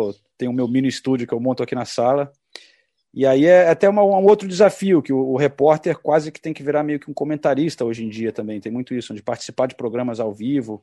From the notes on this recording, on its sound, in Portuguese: Direto de Londres. Nessa mesa redonda virtual.